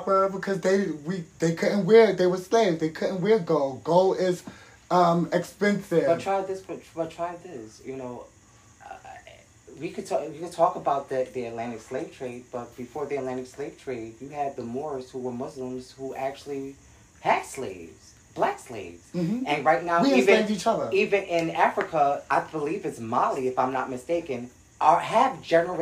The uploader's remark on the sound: Didn’t plan on recording…just took out my phone and started